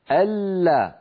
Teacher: اللام الأولى من اللام المشددة بينية فلها زمن متوسط